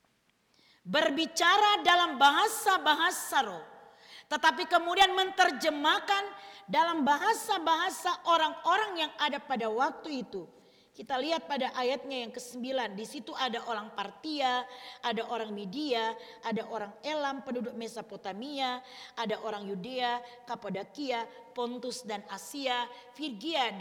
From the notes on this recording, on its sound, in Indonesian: Rekaman Kotbah Ibadah Minggu Pagi GKI KALVARI TEMBAGAPURA. Disiarkan oleh RSK 98.6 FM.